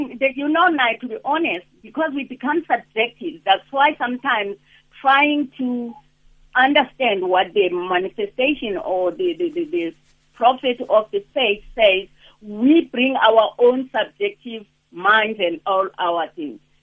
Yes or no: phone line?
yes